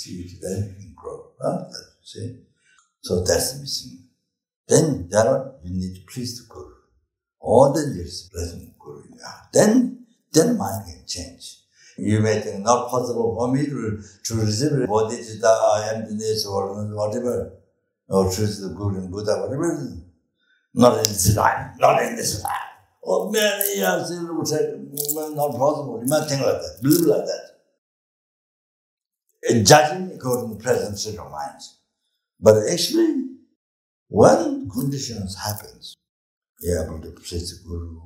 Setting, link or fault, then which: setting, large echoing room